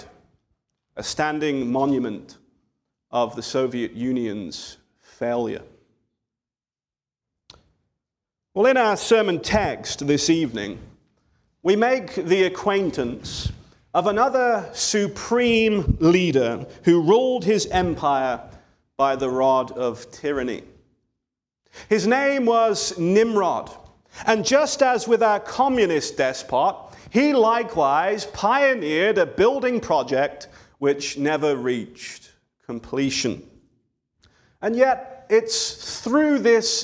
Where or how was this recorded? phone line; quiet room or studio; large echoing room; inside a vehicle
large echoing room